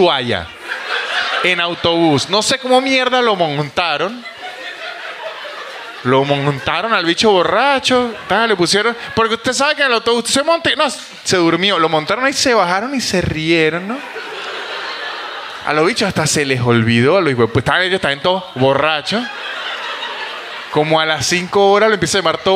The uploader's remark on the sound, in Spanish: Un episodio grabado en vivo desde el teatro Picadilly en la ciudad de Buenos Aires.